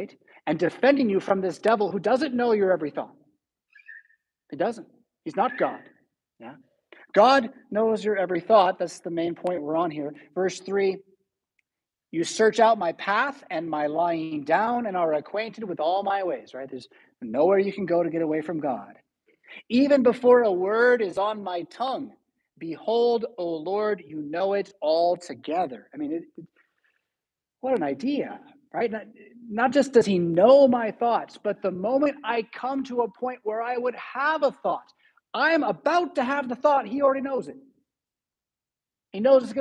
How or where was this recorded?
large echoing room